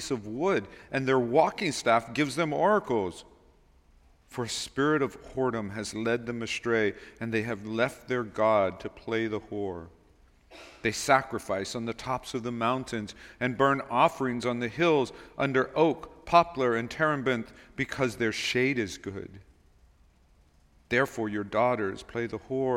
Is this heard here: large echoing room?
yes